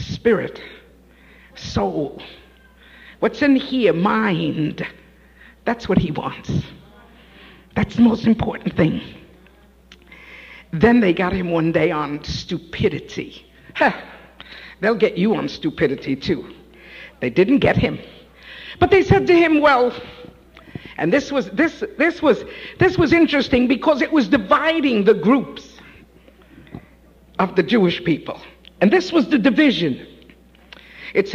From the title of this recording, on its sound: Live At The Love Of Jesus Family Church